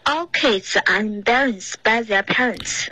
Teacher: Embarrassed 这里出现了一个 N 的音了 Embarrassed 就有一个鼻音出现了